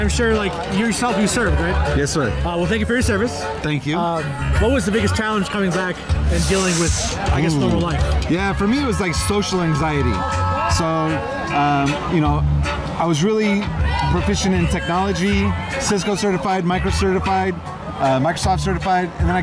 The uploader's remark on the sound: Live at Hippie Hill SF